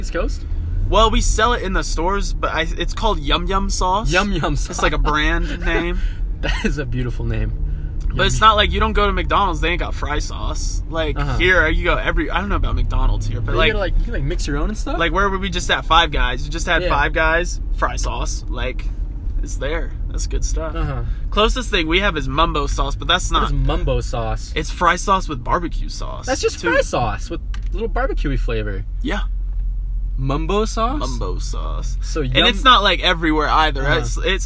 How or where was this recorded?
inside a vehicle